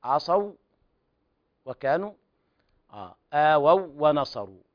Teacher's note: عندي كذلك عصوا وكانوا آووا ونصروا بهذه الطريقة بتشدد الواو الثانية لما فيها من الإدغام الكامل